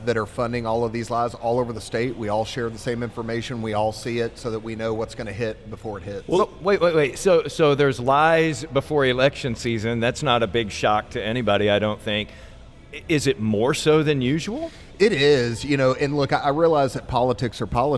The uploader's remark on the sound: This episode was recorded at Community Beer Co. In Dallas.